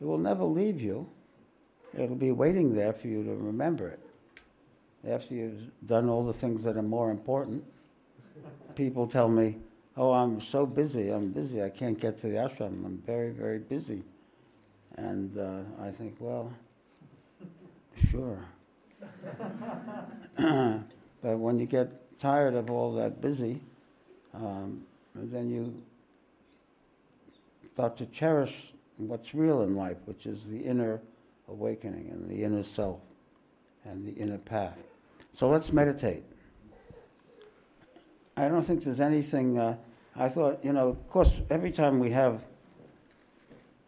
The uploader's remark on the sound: This podcast was recorded live at The Ashram in Mount Eliza on the 12th of August, 2023.